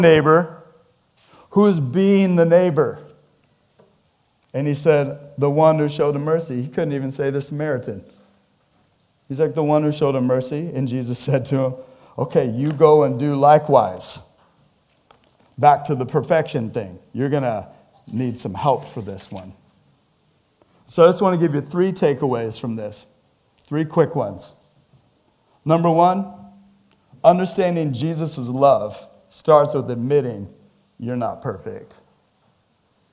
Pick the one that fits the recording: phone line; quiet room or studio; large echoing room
large echoing room